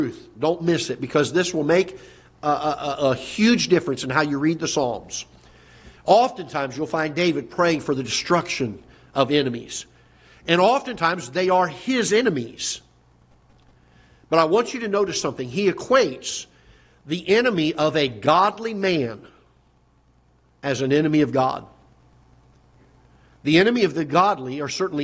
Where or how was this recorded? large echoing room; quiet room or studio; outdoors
large echoing room